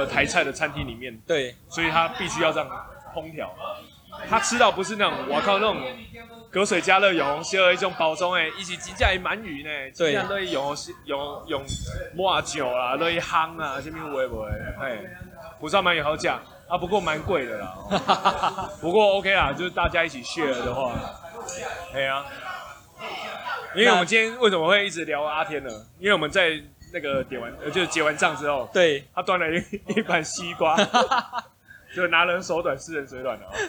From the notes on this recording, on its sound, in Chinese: 錄音地點：阿添海產。錄音設備：Superlux TM58S + Maker hart Just MIC IV。